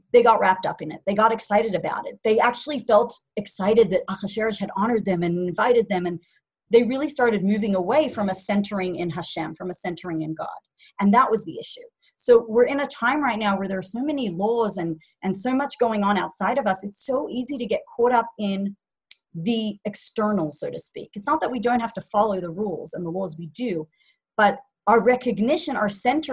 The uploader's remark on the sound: Zoom Class